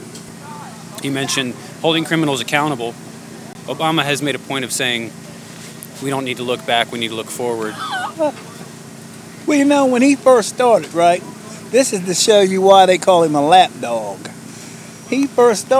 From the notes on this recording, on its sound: Live from Occupy Wall St. Zuccotti Park.